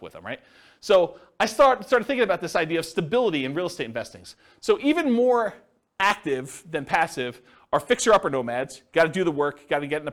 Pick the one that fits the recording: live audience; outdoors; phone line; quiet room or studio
live audience